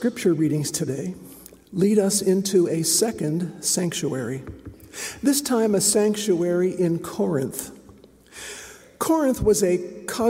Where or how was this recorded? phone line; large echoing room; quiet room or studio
large echoing room